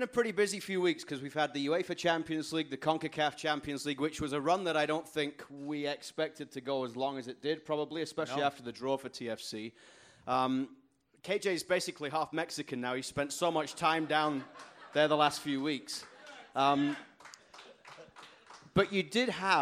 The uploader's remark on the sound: TSN panel at Footy Talk 5.